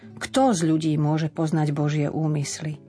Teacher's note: Opytovacie zámeno je nositeľom otázky, to znamená, že úmysly neintonujeme tak, ako nás to učili v škole. Keď vidíme opytovací znak, tak intonačne ideme hore.